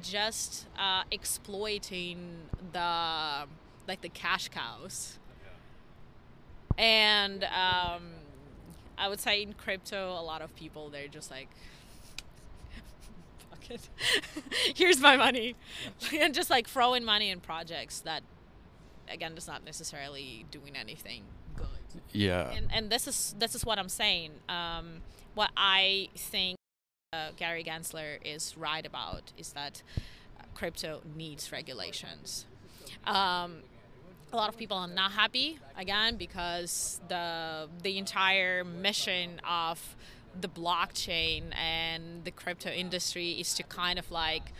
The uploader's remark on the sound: Live from Consensus 2023!